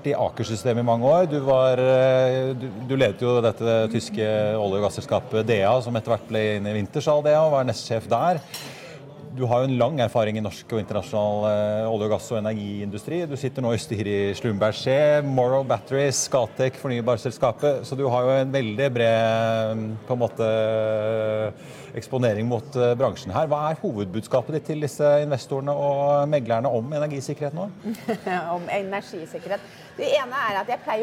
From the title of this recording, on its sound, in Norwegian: Live fra Pareto-konferansen